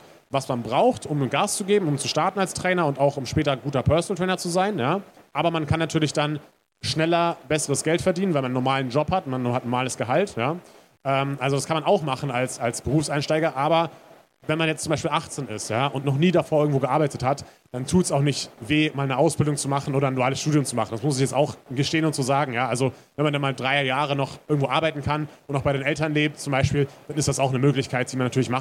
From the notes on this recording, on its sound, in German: Zum ersten Mal durften wir auf der FIBO 2023 einen Live-Podcast aufnehmen! Im FIBO Therapy & Training Forum.